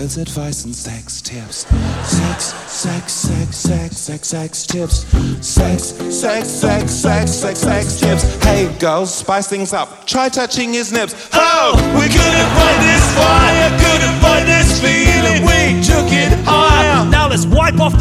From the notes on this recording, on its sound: Live in London